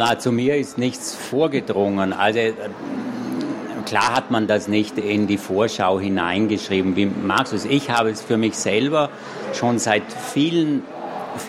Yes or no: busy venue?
yes